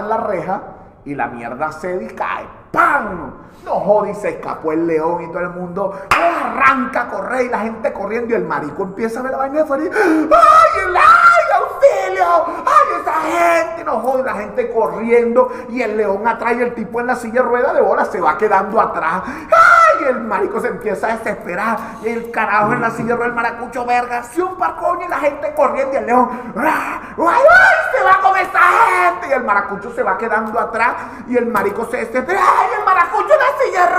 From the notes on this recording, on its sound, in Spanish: Techo Tres es un programa grabado en vivo.